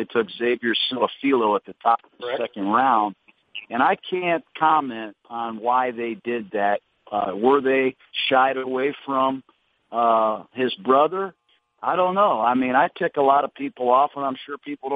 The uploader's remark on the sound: Conference Call